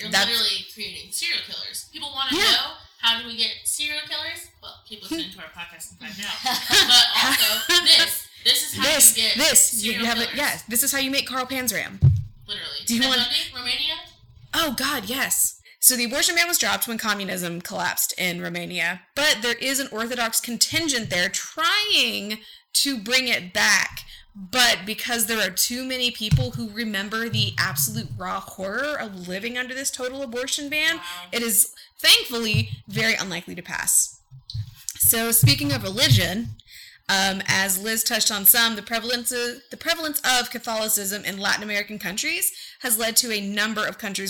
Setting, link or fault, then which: fault, poor sound quality